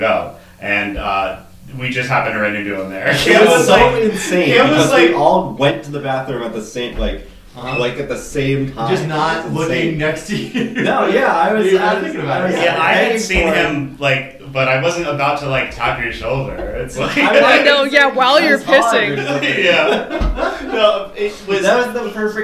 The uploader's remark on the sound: a demon got into the audio on this one